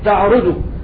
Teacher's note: أضغمت الجيم في التاء فسقط مخرج الجيم وسقطت صفاتها من جهر وشدة وقلقلة